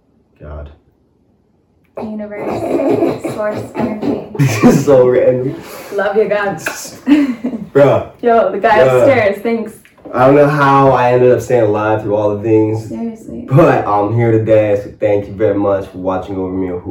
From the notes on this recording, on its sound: bad audio